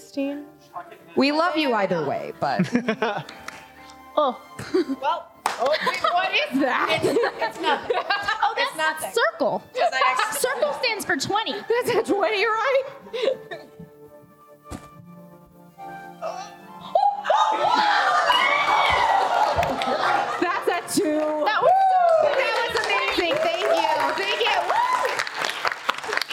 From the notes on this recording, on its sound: A recording of our Live Show from October of 2022!